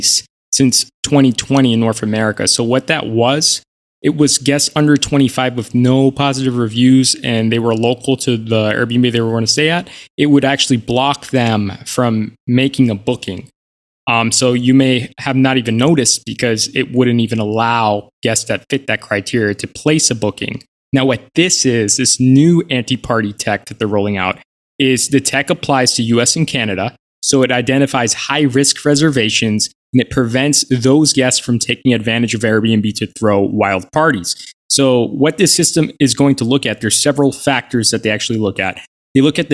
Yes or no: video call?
no